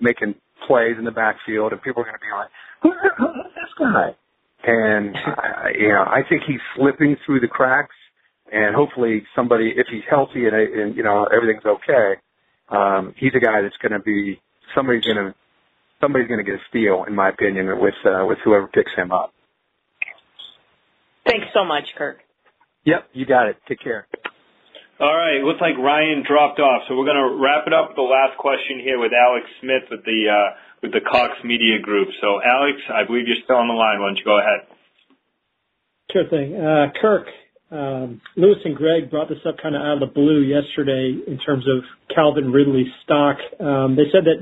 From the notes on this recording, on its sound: In this NFL Draft media conference call.